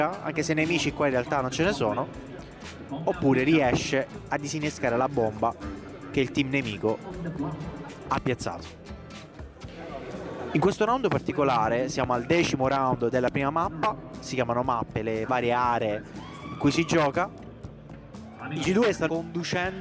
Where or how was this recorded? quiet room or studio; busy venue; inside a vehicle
busy venue